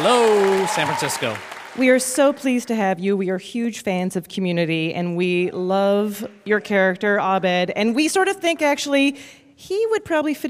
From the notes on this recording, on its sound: from the San Francisco comedy festival SF Sketchfest